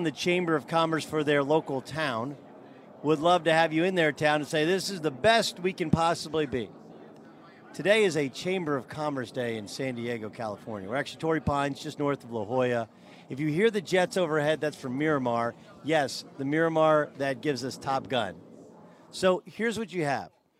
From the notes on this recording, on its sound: live in San Diego for the Farmers Insurance Open